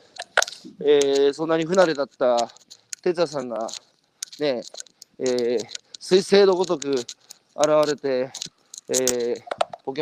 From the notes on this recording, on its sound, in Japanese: 歩きながら1時間、対談する